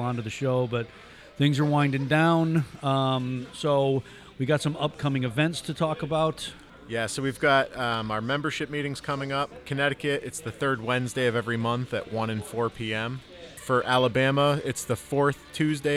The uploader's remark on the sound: We're on location at the annual Veterans Day celebration